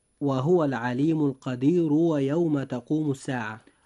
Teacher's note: إذا وصلنا هذه الآية بالآية التي تليها فيجب ألا نرقق حرف الراء، لأن الترقيق حال الوقف فقط، أما عند الوصل فيجب أن نفخم هذا الحرف، فنقول وهو العليم القدير ويوم تقوم الساعة.